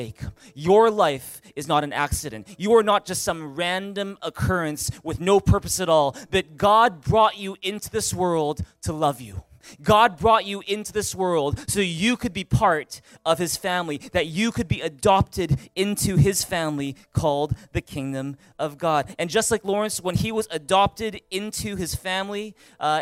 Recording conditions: large echoing room